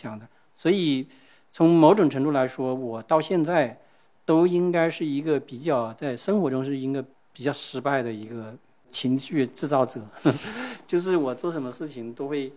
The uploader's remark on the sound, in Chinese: 进行了一场 播客 Live 。进行了一场 播客 Live 。